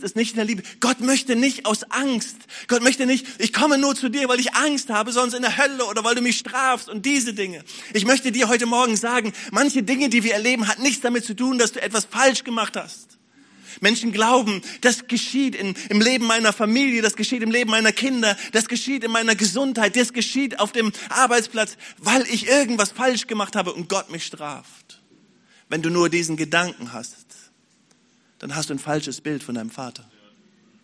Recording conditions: large echoing room